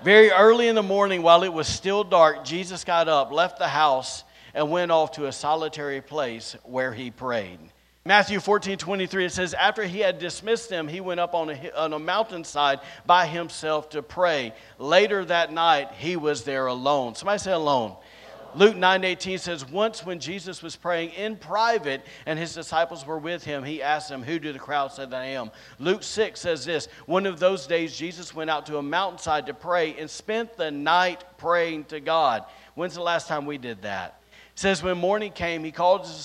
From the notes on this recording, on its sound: recorded on Sunday, March 12th, 2023, during service at The Anchor Church in Rockport, Maine